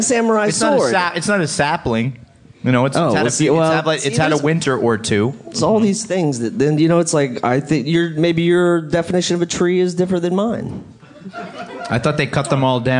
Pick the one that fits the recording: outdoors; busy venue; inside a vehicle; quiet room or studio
busy venue